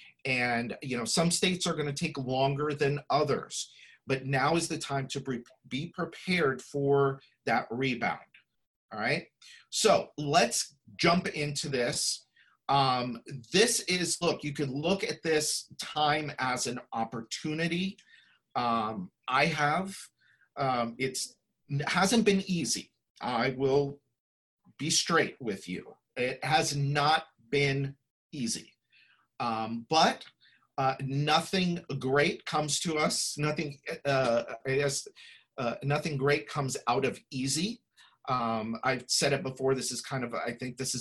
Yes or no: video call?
yes